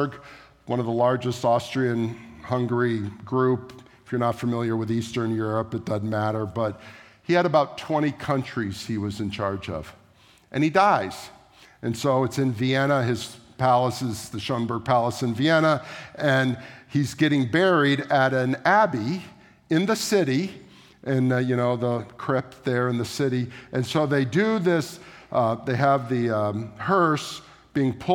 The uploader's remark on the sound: at the March 19, 2023 Sunday morning services of Boca Raton Community Church in Boca Raton, Florida